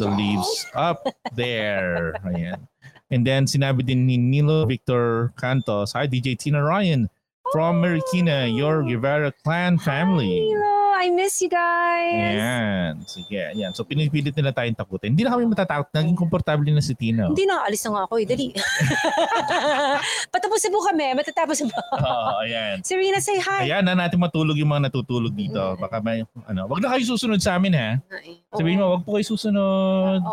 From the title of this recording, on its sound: Live in a Cemetery on Halloween Night